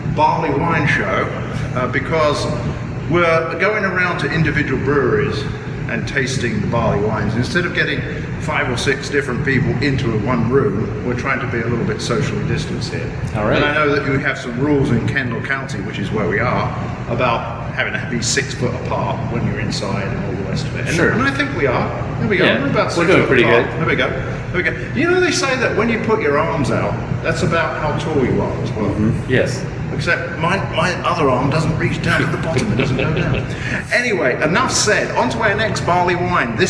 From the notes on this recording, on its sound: Luckily, as we recorded throughout March, restrictions were being lifted, people were getting vaxxed, and we were able to keep our mask wearing to a minimum. These pubcasts are a collection of videos (or audio if you prefer to listen that way) which we recorded at the breweries listed below.